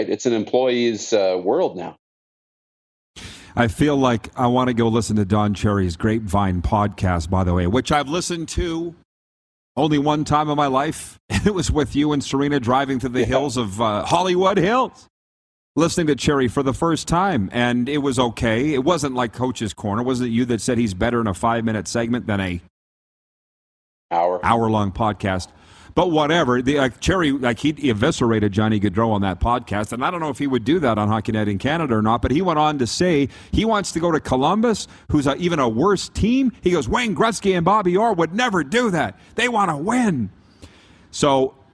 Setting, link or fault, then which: setting, busy venue